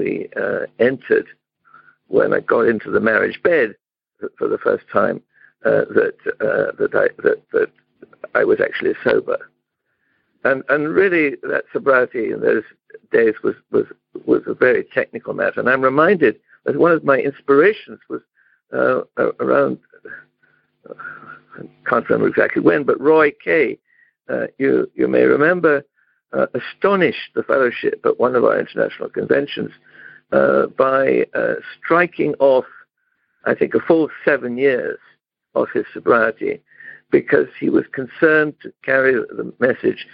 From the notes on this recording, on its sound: In Romania - Monday Noon Phone Speaker Series.